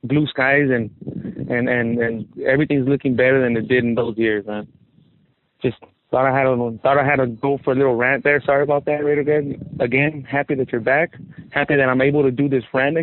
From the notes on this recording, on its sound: Raider Nation “Boneline” Call-in Segment